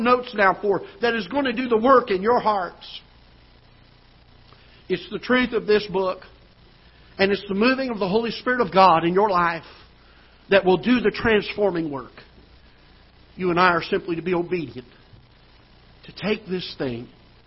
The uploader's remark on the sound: Ketha Heights Baptist Church ~ Live Broadcast